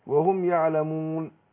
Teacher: الوقف مد عارض للسكون وفيها ثلاثة اوجه